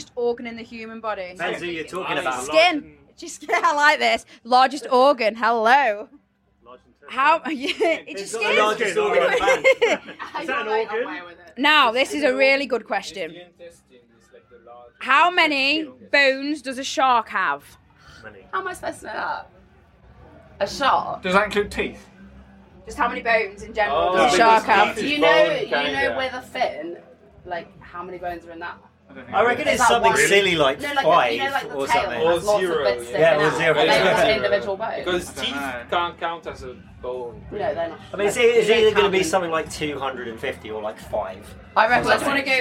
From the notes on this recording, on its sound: Fresh from the stage at Eleven, they gave me the nod to join them in their dressing room which was situated just behind the stage.